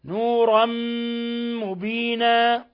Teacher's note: ولاحظوا إطباق الشفتين الكز عليهما